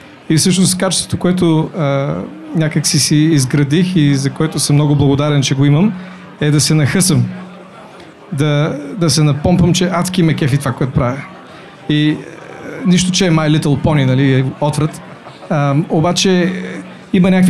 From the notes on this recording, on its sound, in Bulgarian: А тук разговорът е с цели петима гости наведнъж. Дискусионен панел, който записахме на живо пред публика.